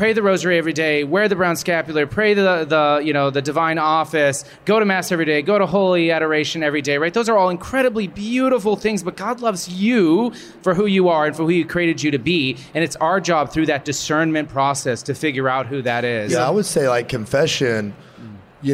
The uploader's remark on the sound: LIVE From SEEK 23. Recorded in front of a live audience.